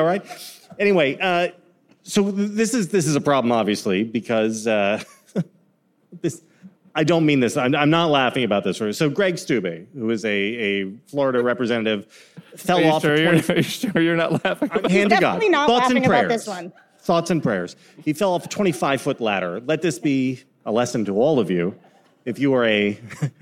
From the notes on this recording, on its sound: Live From LA. A live show from the Avalon Hollywood.